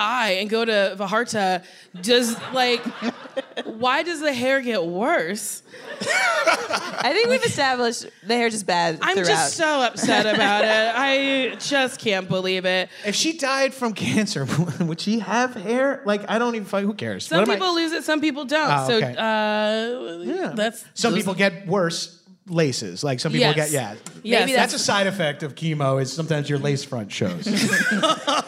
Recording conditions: live audience